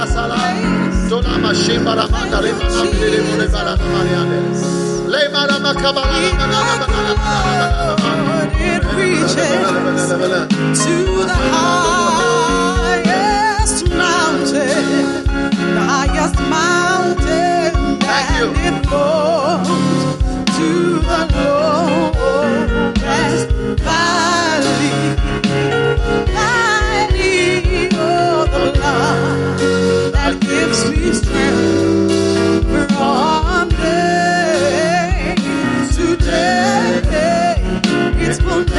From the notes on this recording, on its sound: Preached at the First Love Center, Accra.